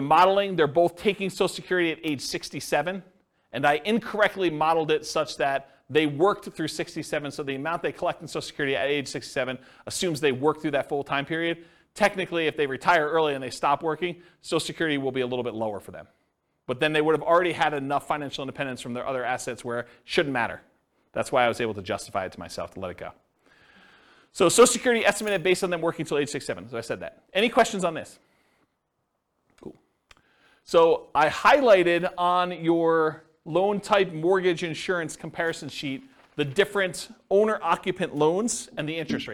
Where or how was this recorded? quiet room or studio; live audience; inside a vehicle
live audience